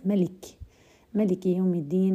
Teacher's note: قرأ ابن عامر لفظ مالك يوم الدين بحذف الألف